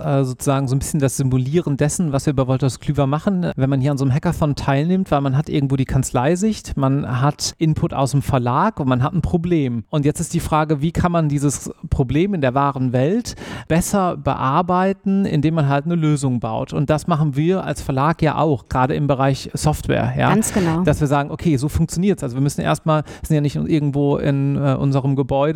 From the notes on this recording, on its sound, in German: In dieser Folge von Irgendwas mit Recht hört ihr re-live vom Legal Hackathon Cologne 2023 bei Ebner Stolz